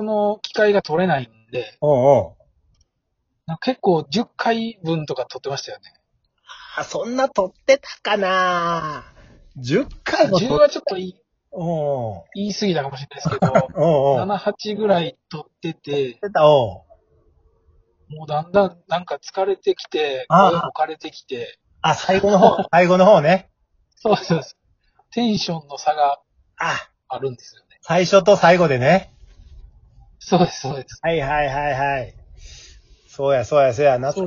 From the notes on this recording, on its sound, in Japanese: From Radiotalk。リモート収録。